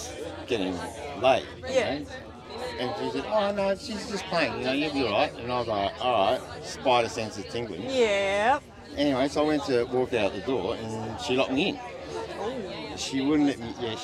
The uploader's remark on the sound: This episode was recorded in a crowded space, so the recording quality isn't ideal.